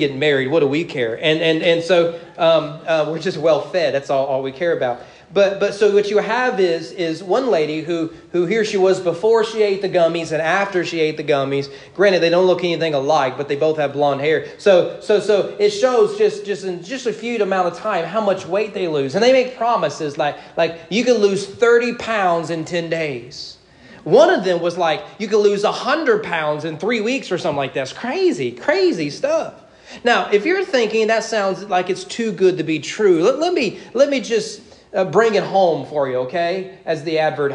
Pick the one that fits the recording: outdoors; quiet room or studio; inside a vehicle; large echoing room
large echoing room